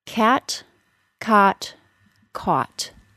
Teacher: a series of vowels that are produced with the tongue low in the mouth, the short A, short O, and AW sound